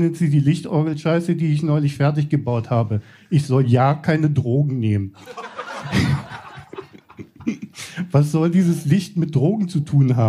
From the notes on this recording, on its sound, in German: Hört Ihr einige Beiträge von unserer Show vom 06.07.2023 im Baergarten des Revier Südost. Heißen Dank an den Baergarten des Revier Südost, unser tolles Publikum.